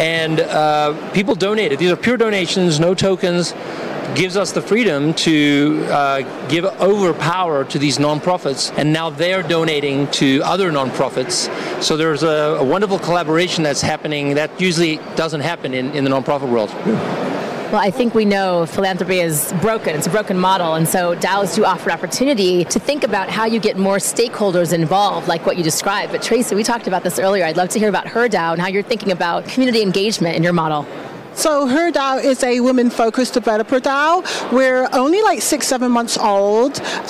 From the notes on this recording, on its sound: Live from Consensus in Austin, Texas